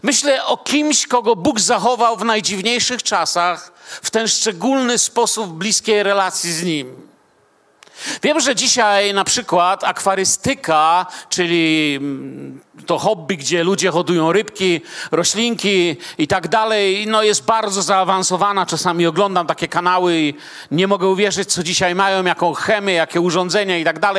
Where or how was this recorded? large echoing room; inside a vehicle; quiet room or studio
large echoing room